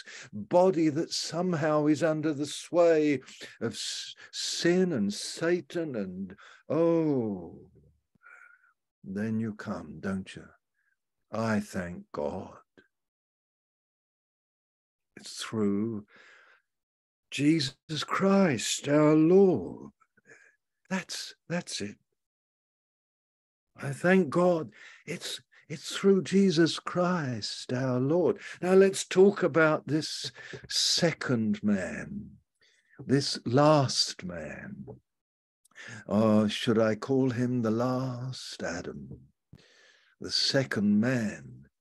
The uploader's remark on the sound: Malaysia Meets (Zoom).